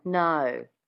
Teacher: adding that little schwa at the beginning of the O sound gives it that Australian twang